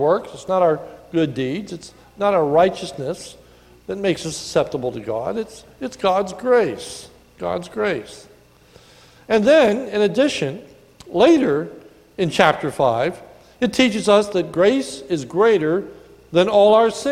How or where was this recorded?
large echoing room